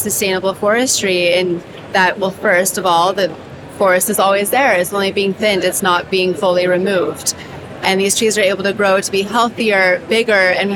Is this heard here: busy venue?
yes